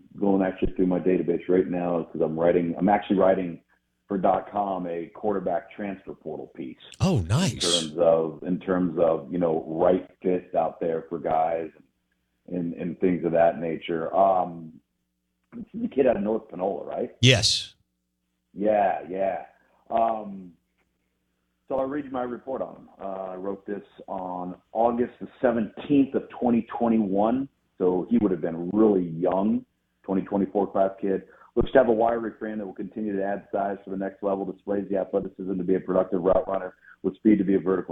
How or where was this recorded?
phone line